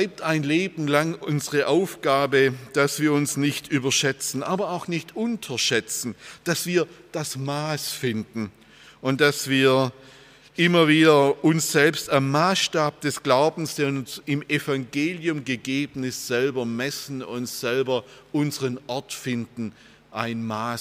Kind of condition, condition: setting, large echoing room